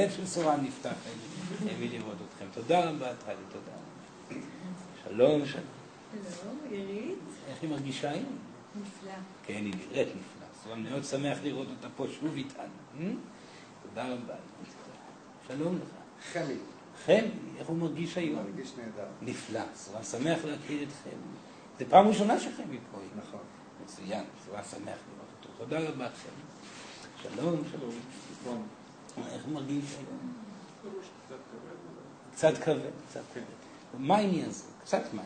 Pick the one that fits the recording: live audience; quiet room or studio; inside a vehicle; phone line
live audience